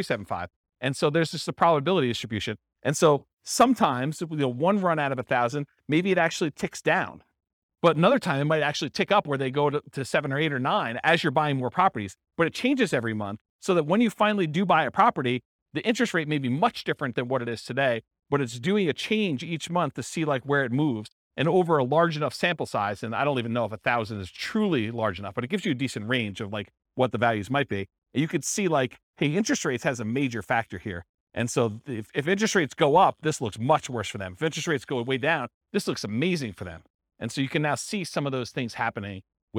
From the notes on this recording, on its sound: This was a live class recorded